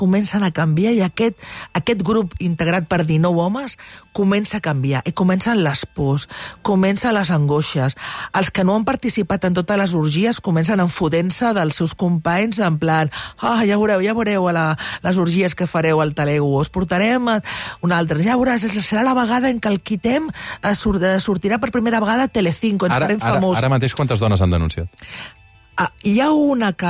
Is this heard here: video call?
no